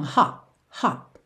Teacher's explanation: a gente quando fecha os lábios para fazer o P, já encerra o som · Term: consoante oclusiva